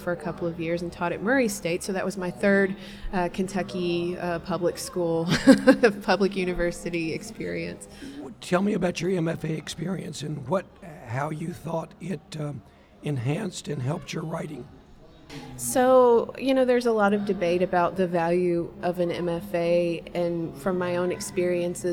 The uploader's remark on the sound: Recording at the 36th Annual Kentucky Book Fair